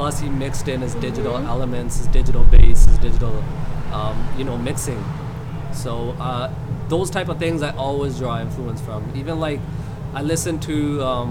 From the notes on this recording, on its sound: On a windy March evening, sat atop a rooftop while a bustling music industry conference took place beneath us